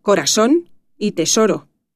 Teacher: el español canario está marcado por el seseo, como las variantes andaluzas e hispanoamericanas